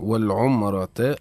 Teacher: والعمرة الراء حكمها التفخيم لأنها متحركة بالفتح